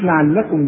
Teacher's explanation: لعلكم دي كلها مرققة ازاي، اللام والعين واللام